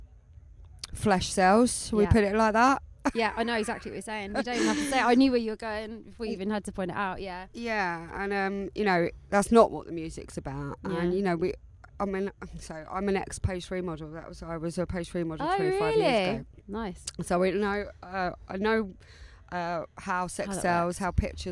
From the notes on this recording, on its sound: A quick chat in the studio van at Brighton Music Conference. Recorded live for istreem.tv.